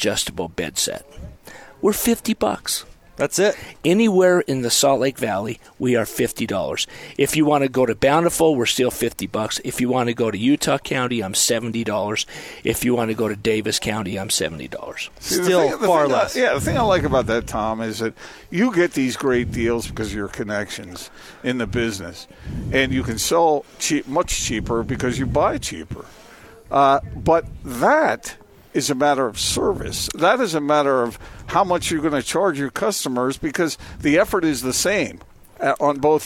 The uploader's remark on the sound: LIVE at The Warehouse